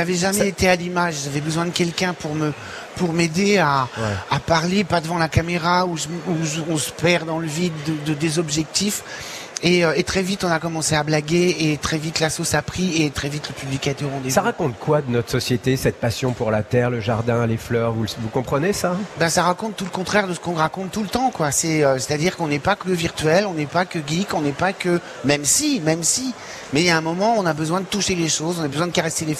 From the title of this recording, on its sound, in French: en direct de la Foire de Paris